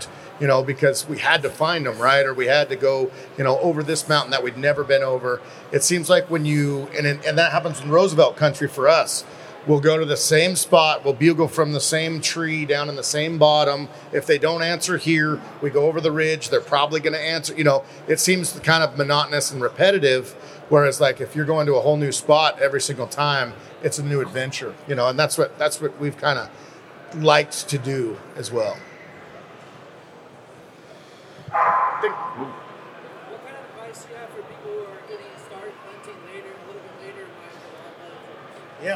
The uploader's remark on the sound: recorded at the Pacific Northwest Sportsman Show